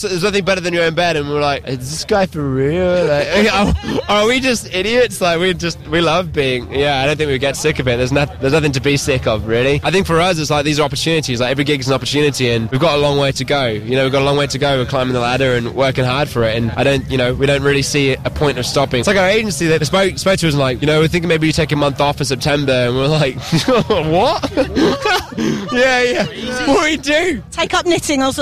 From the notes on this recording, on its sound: Backstage at Download Festival 9 Jun 2017 – 11 Jun 2017.